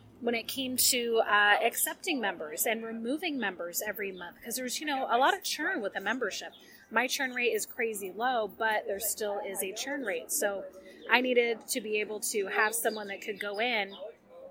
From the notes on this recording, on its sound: Warning: this episode is noisy! I was at a local coffee shop + despite my many attempts to put noise reduction filters on, it's still noisy as heck.